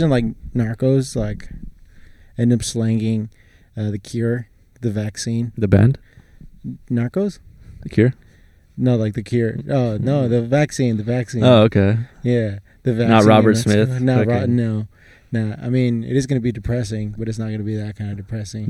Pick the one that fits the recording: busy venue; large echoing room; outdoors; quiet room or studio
outdoors